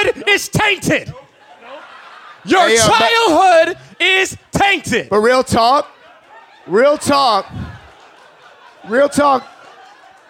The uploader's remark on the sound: A special episode of the podcast recorded live in Austin.